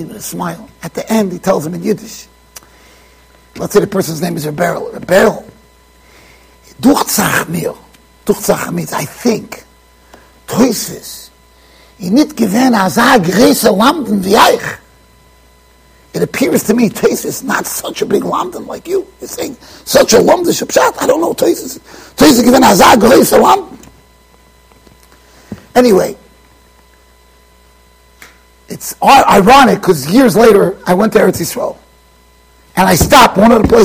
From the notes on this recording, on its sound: Shiur recorded in Yeshivas Ohr Reuven, Monsey NY.